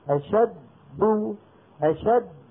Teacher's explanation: دالين. الدال الأولى ساكنة مدغمة خرجت بالتصادم بين طرفي عضو النطق. دو دال متحركة خرجت بالتباعد بين طرفي عضو النطق.